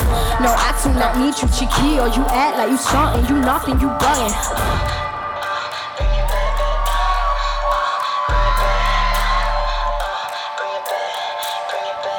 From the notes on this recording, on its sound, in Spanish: Fue la jornada inaugural del Festival Cara·B de Barcelona. Se va hasta la Fàbrica de Creació Fabra i Coats para emitir en directo su nuevo episodio. Incluye temas en directo.